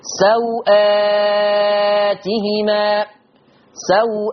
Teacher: الواو اللي قبل الهمزة مش هتتمد، قصر الواو يعني عدم المد مطلقا. لو انت بتقصر البدل اوعى تمد الواو.